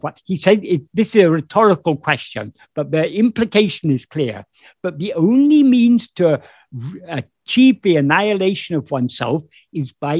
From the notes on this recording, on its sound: In a Zoom meeting with Ramana Kendra, Delhi, on 10th April 2022